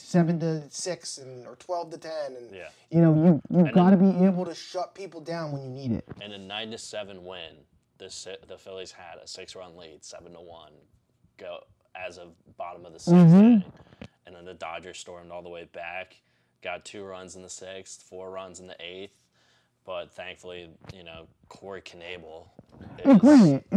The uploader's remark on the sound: Audio did get messed up in this episode sorry about that